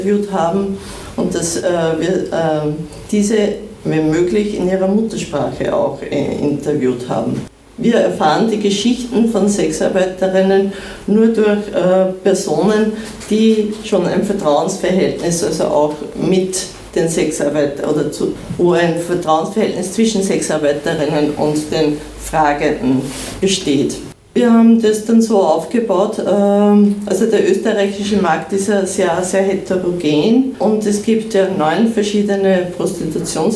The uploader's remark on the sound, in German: Wurde der Internationalen Frauentag am Linzer Hauptplatz zelebriert. Zu hören ist eine Soundcollage von den Happenings am ersten Feminismus und Krawall Camp und den Aktionen am Internationalen Frauentag.